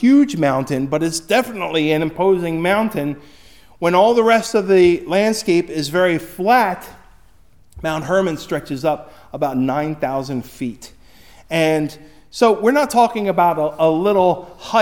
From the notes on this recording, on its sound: Recorded at Hudson UMC on February 11, 2024